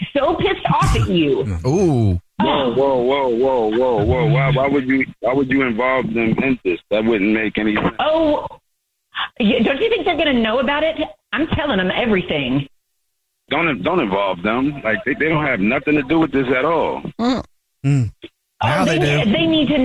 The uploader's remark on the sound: on the phone today for War of the Roses